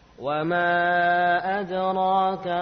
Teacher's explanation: kalau mim pada wama adraka berapa harokat? 4 karena bertemu dengan hamzah